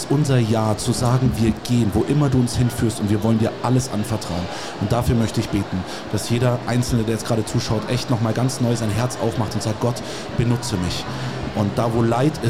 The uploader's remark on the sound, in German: hier live auf der MEHR Konferenz 2024 in Augsburg